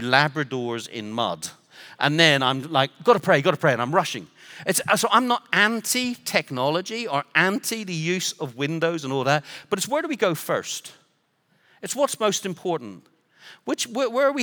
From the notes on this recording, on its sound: Recorded Live at Brookwood Church on 01.014.2024